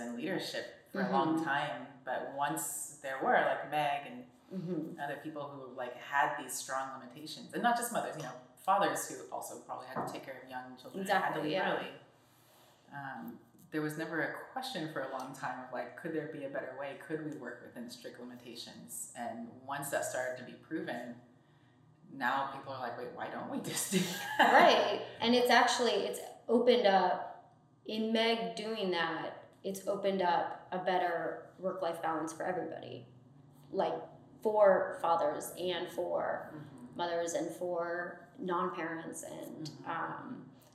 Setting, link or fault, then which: fault, poor microphone